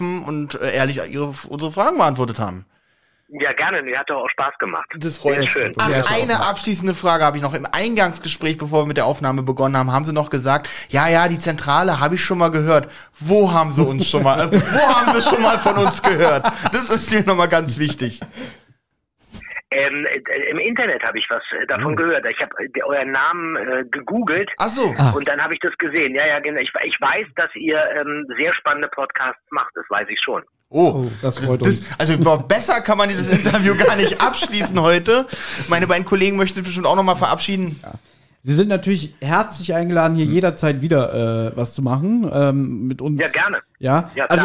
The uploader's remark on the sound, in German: Der uns am Telefon gerne und bereitwillig unsere Fragen beantwortet hat.